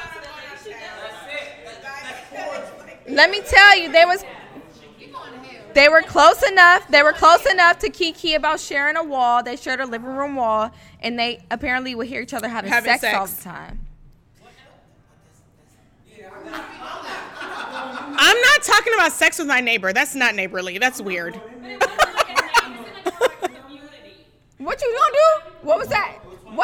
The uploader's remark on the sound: This episode was recorded with a live audience, so the theories, new voices, and energy flowed the entire time.